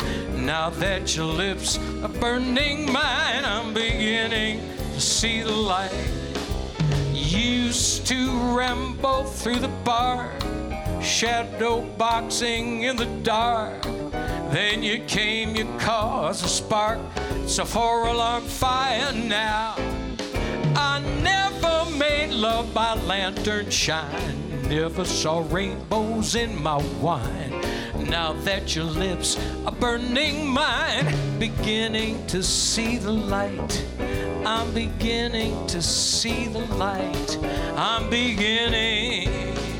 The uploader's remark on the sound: Live at the South Point Casino